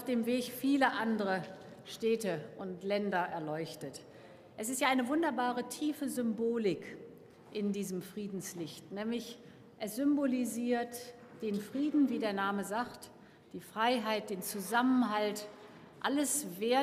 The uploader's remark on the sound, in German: Das Friedenslicht wird schon seit Jahren im Berlaymont überreicht. Für die Live-Atmosphäre habe ich einen längeren (etwa dreiminütigen Ausschnitt) aus der Zeremonie. Wir hören eine musikalische Einlage und dann, wie es so langsam losgeht.